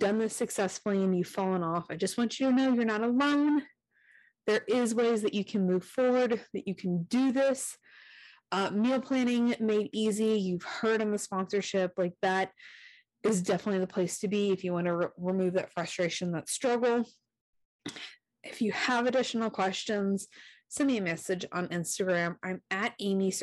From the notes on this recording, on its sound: There was a slight audio problem in the recording of this episode so I apologize for the scratchy sound.